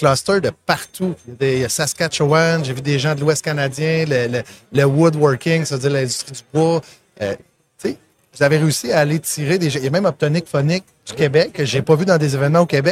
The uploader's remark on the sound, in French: en direct du N3 Summit Toronto